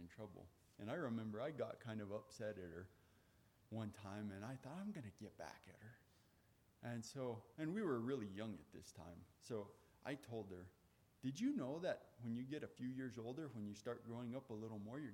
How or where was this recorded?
large echoing room